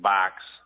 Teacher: pronounce B-O-X like box, that sort of long elongated O · Term: northern cities vowel shift